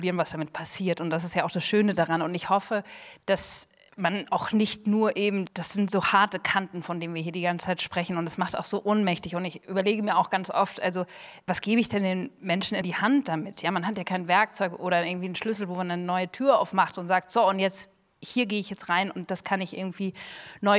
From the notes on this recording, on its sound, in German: Gekürzter Mitschnitt der Buchpremiere am 29.3.2023 im Dokumentationszentrum Flucht, Vertreibung, Versöhnung, Berlin